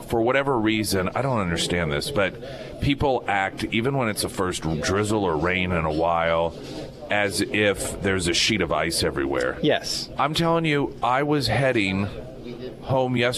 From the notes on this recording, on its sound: live at Scramblers Diner for the Friday Road Show